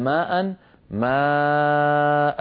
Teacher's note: لا نقول مد بدل لأن هذه الألف عارضة ليست في الوصل وفي الوقف، هذه الألف فقط في حالة الوقف مبدلة عن تنوين، فهو مد عوض